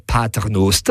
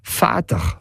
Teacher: P im Latin ist mit der Zeit F geworden auf Deutsch